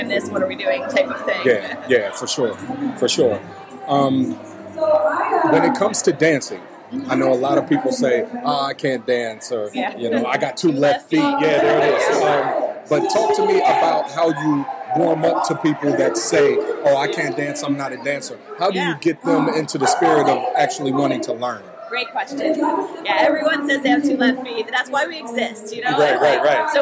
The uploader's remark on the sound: Is live from the 2023 Columbus Bridal Soiree presented by Camela Lynn Weddings & Events interviewing vendors.